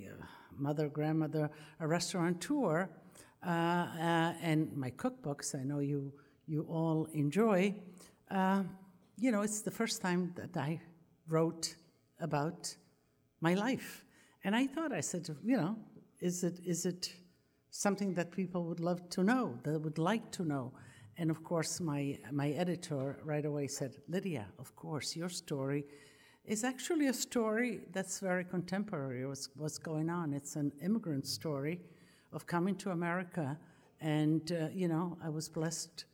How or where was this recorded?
live audience